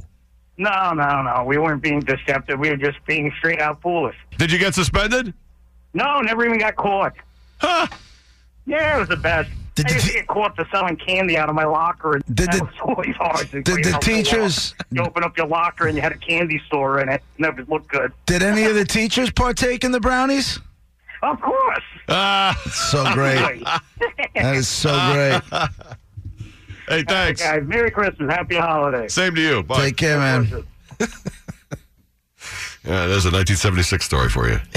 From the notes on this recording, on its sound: Long Islanders to call in and share their own experiences